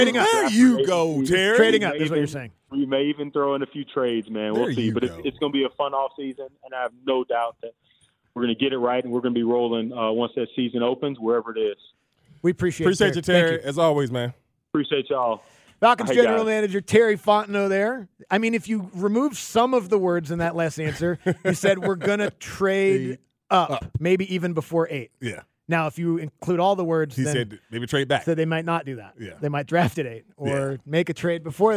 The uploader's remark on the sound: LIVE from the NFL Combine